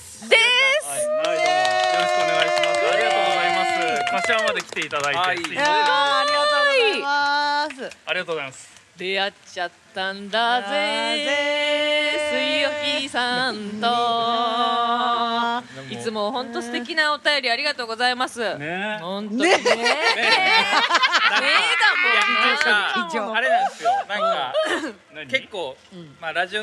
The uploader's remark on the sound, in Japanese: ヨルガオ。 のお客さんも巻き込む大盛り上がりの公開収録。周年のお祝いに飲みに来ているお客さんから生のお題をその場でいただくという公開収録ならではのスタイル。